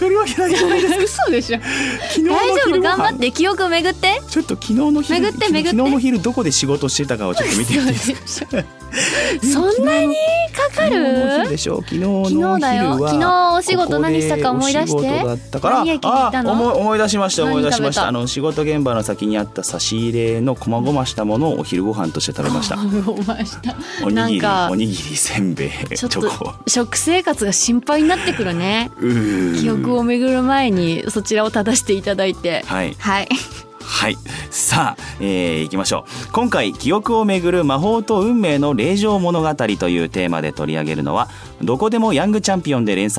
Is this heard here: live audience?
no